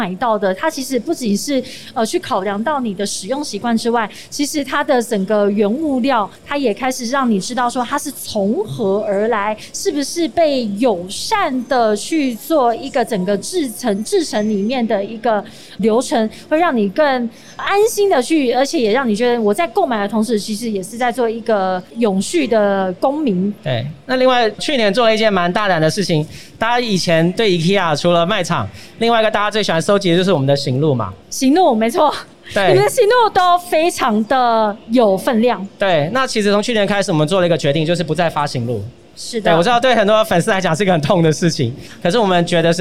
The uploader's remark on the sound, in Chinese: 2021 Energy Taiwan智慧能源週-Live Podcast。